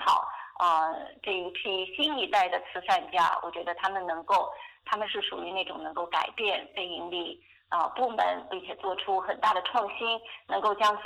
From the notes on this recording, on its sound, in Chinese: 电话采访